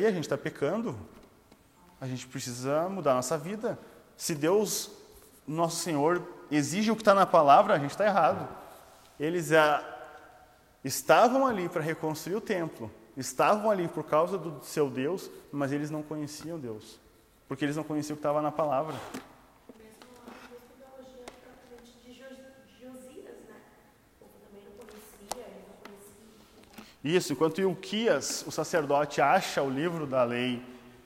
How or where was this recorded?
live audience